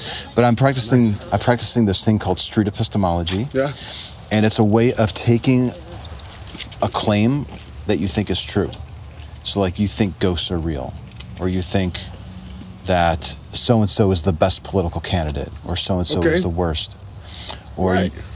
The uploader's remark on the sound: Location: San Antonio, Texas. Recorded w/Go-Pro.